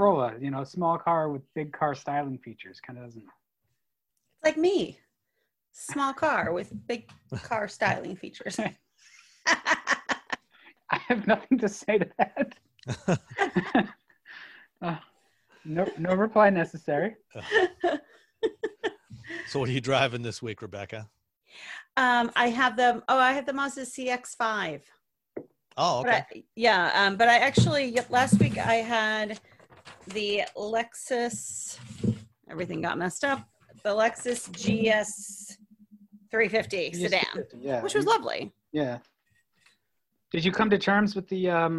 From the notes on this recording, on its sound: This week the crew took to Zoom for our first live show with our listeners.